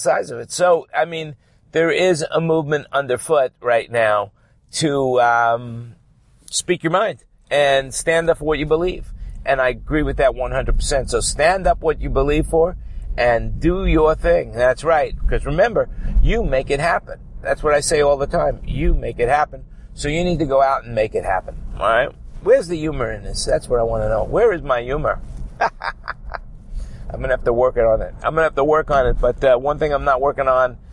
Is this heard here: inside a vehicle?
yes